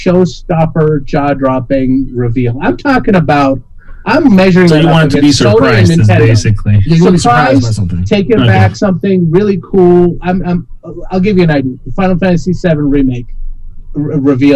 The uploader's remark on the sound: Experienced unexpected recording audio issues this episode.